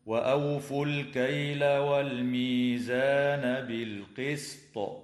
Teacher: يجوز الوقف على كلمة بالقسط من قبيل الوقف الحسن مع وجوب قلقلة الطاء حال الوقف